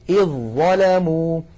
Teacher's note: ما عاد هناك في النطق ذال يا إخوة، على طول مباشرة إلى الظاء · Term: إدغام المتجانسين